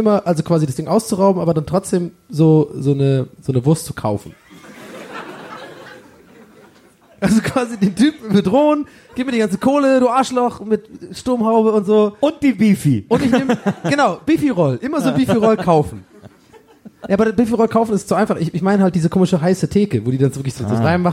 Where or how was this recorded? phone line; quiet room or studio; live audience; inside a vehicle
live audience